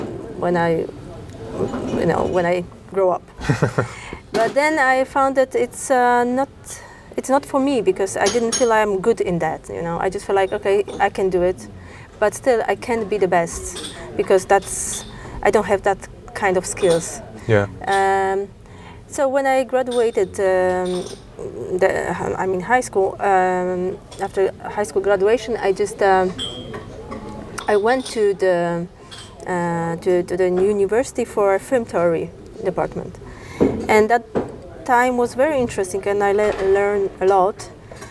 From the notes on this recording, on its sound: We recorded this in a hotel lobby, so the audio may not be as clean as I would like it to be